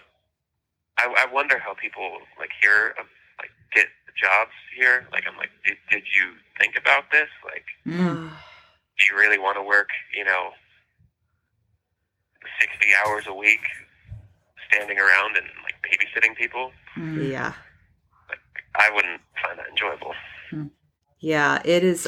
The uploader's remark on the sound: Phone interview. Incarcerated friend.